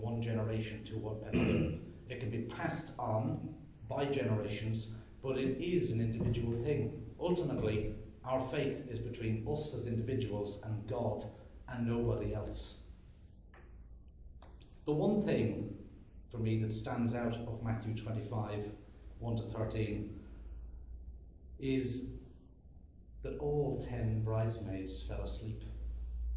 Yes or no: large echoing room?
yes